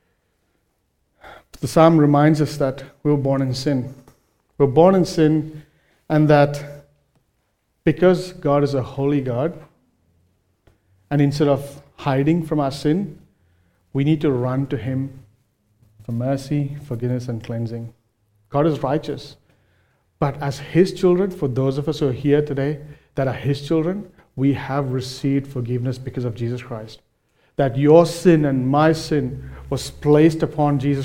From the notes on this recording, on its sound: recorded live at Grace Community Bible Church